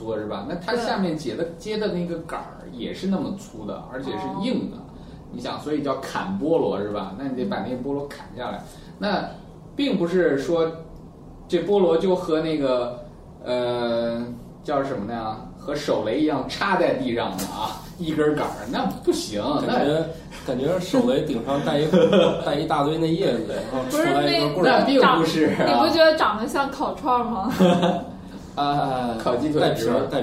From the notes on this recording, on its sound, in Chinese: 本期节目为在张大妈办公区用录音笔录制，可能有街道上的杂音，请见谅。